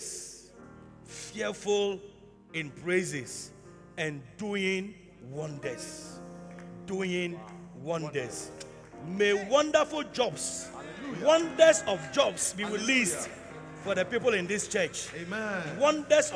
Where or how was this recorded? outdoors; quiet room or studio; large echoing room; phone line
large echoing room